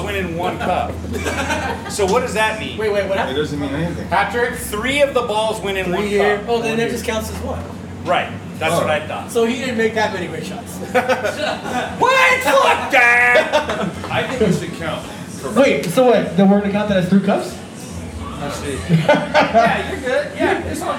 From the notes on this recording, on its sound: Celebrate St. Paddy’s at Clandestine brewing! They host the very first ever beer Olympics at Clandestine Brewing located in San Jose, CA! This is a live audience episode with audience participation!